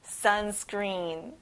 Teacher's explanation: 자, 앞에 sun에 강세를 넣어볼게요.